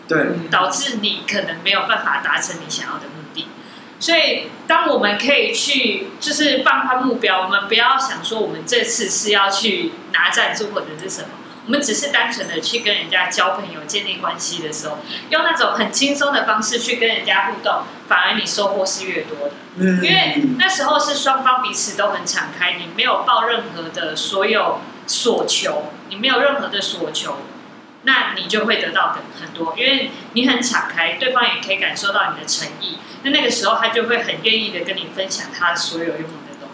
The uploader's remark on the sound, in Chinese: 錄音地點｜ 藍色咖啡館 108台北市萬華區大理街131號